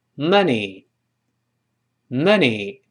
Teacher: 钱不是妈，不是啊的声音，口型小一些 · Term: 倒 V 字